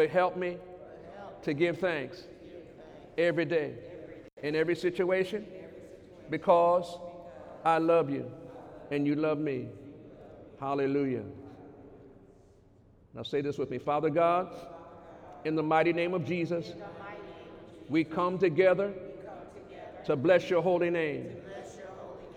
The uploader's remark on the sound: During Sunday morning service on February 17, 2019